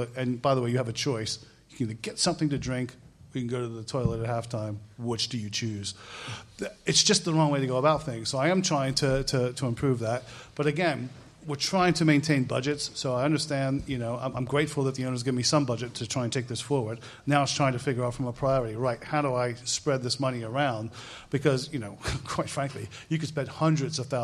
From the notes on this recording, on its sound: QPR LIVE PODCAST 2016. Live podcast from the Good Ship in Kilburn! In front of a live audience.